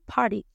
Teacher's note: nosotros en los Estados Unidos decimos party, party y nos comemos la T, party. Pero a veces en ciertas ocasiones hay personas que son de otros países que hablan inglés que van a decir party y eso también es correcto.